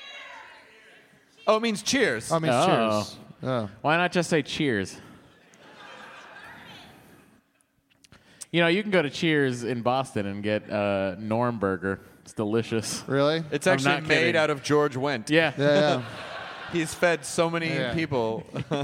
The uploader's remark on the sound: It's some hostful goodness live from Austin, Texas! Do a sing-a-long with the audience and take some quemments!